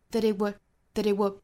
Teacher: I wish 后面的 that 若读成 the,后面的 t 略掉。I wish that it would, that it would, that it would.又碰巧三个虚词连在一起了。虚词的读法就是哒哒哒。那三个虚词在一起就是哒哒哒哒哒哒哒哒哒。我们要练习的点其实就是要把虚词读得非常的快，要把它缩在一起，就读一个非常快的哒哒哒，这样一拍。所以这句话我们可以练习的就是 I wish that it would, that it would, da da da, da da da.